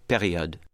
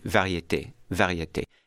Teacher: when an R in French is between vowels like that, it's very often a very muted sound